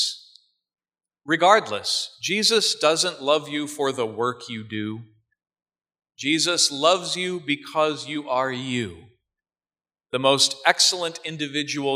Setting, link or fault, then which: setting, large echoing room